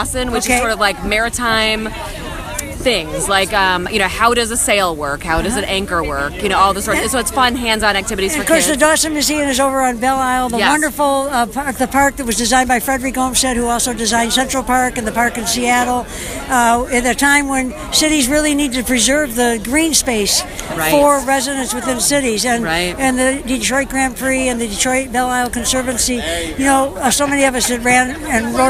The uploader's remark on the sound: It was the end of the day and several thousand of us were outside in the courtyard of the Detroit Historical Museum to give open our can of Vernors they had handed out to all of us. I turned on my recorder and got some fun talk story and conversations with lots of people.